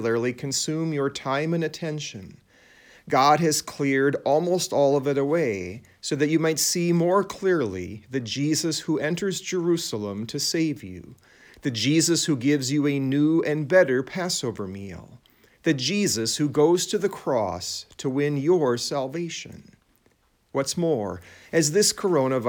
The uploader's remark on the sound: It was preached at Saint John Lutheran Church in Sycamore, Illinois